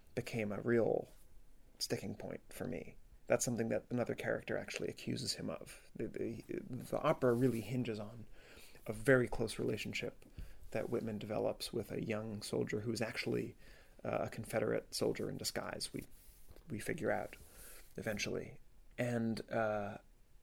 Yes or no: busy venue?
no